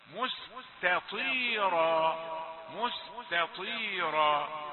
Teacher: التاء مرققة كما هي، والطاء مفخمة في الدرجة الأخيرة